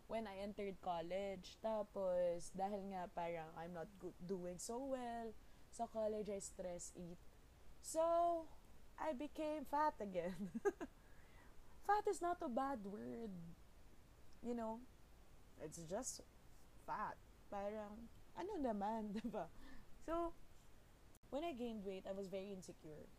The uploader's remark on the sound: I realized that the audio was weak when I was already done editing so there is no going back now.